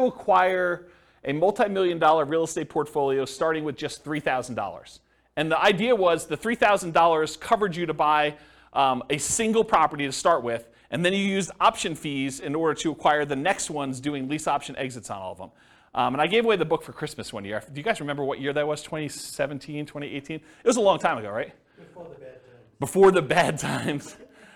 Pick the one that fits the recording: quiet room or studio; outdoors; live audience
live audience